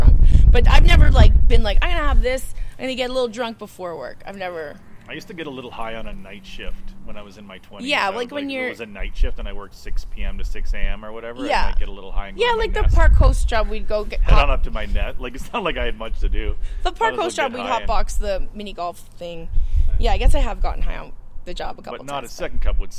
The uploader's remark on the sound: The Windy, Outdoor Edition